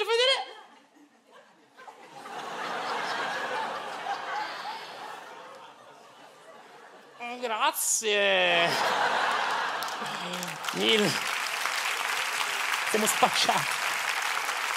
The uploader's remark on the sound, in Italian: Registrato al Teatro Manzoni di Milano